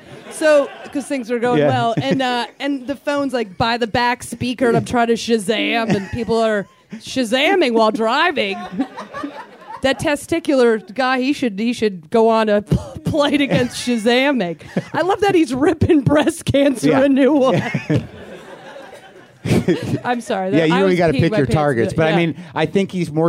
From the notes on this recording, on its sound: WTF brings the house down with another live show at the UCB Theare in Los Angeles